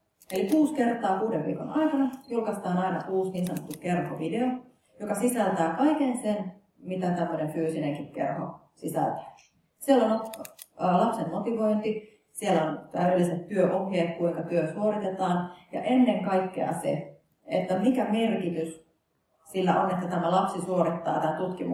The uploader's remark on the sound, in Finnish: Helsinki, Kumpulan kampus, Physicum, sali D101. Laitteet: Zoom H4n.